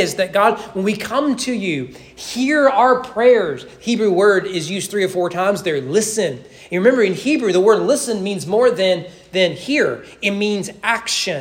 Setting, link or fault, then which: setting, large echoing room